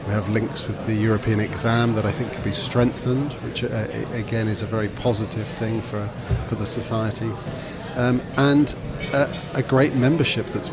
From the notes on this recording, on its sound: Live from the ESVS Annual Meeting held in Belfast in September 2023. This time at the Podcast Corner.